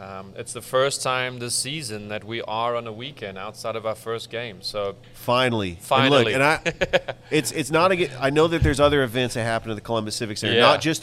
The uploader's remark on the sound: Live from Ivy Park Sports and Grill